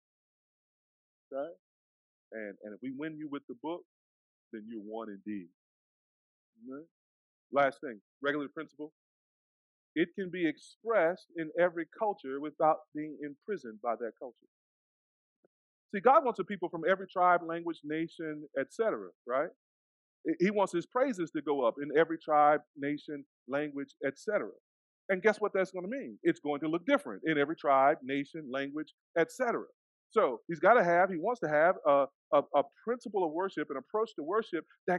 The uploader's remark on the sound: Please note the audio abruptly ends due to a technical difficulty; the last few minutes of the sermon are not included.